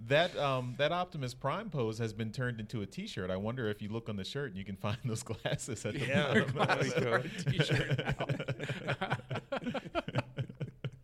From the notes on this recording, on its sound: We’re live from TFcon Toronto 2022!